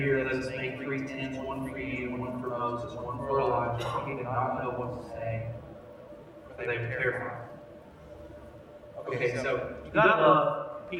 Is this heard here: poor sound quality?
yes